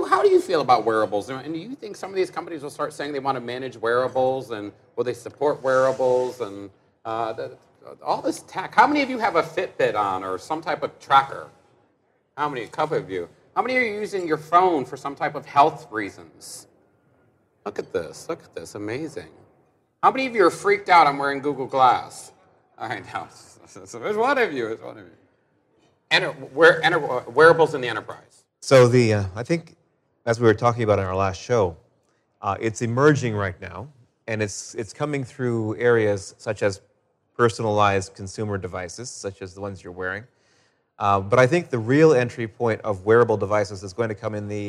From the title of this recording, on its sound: Pink14 Live Show